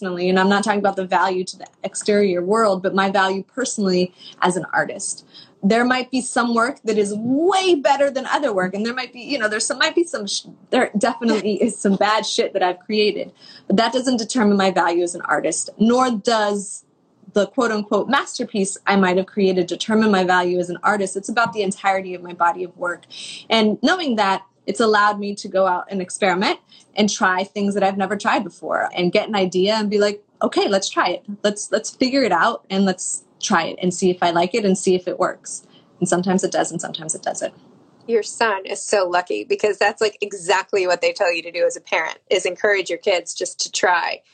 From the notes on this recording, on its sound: an Instagram Live